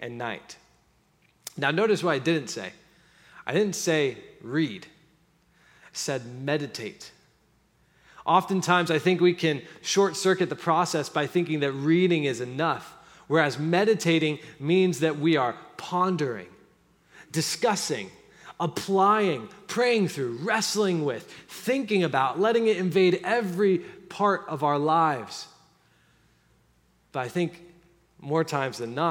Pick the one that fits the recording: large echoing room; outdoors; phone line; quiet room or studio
large echoing room